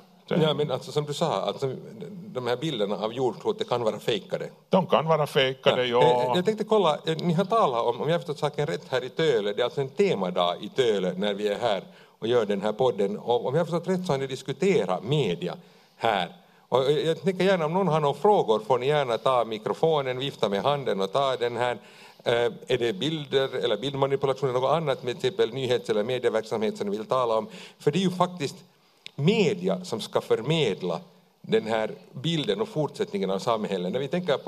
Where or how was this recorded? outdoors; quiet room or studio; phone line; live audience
live audience